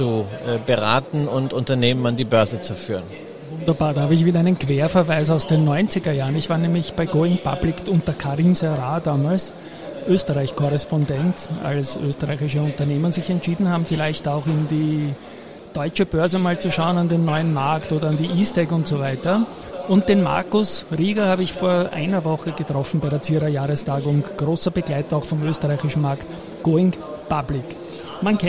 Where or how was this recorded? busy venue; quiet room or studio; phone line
busy venue